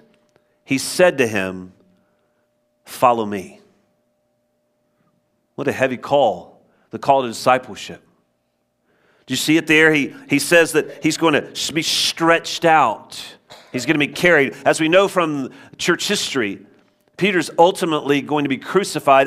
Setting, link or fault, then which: setting, large echoing room